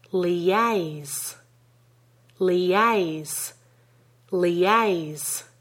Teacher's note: The stress is firmly on the second syllable. · we link the two syllables in that word with a weak y sound